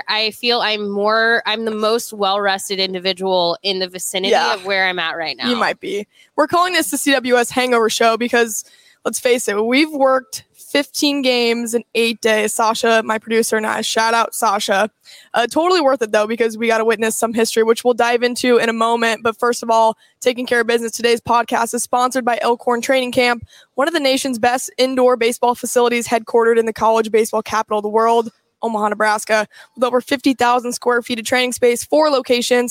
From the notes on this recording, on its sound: They're live from Hail Varsity Club.